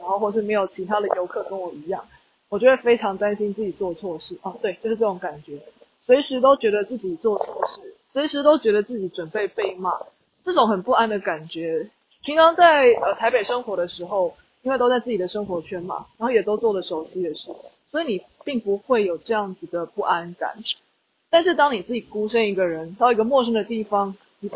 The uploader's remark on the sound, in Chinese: 馬祖旅行中有感而發，在福正海灘邊散步邊錄音，風聲有點大，請包涵。